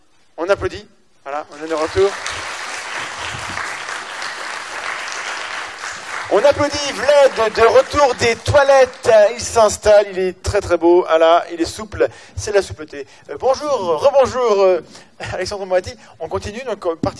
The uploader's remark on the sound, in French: Enregistré au Museum-Aquarium de Nancy